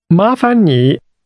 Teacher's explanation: This expression for please is pronounced with two rising tones, followed by a falling, rising tone.